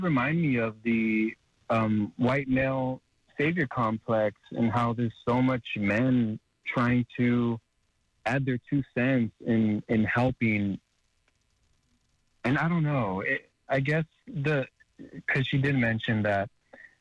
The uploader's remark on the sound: Takes your call in questions and comments for the 2nd half of the show.